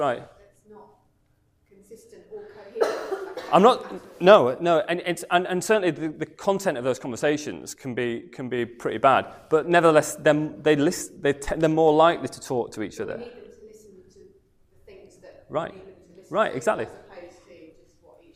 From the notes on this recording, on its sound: comes from the evening talk on Thursday 3rd August